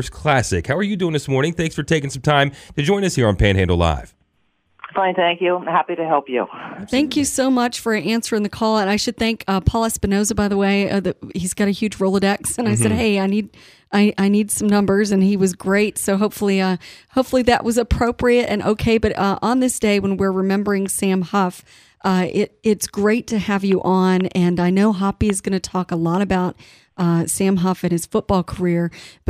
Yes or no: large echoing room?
no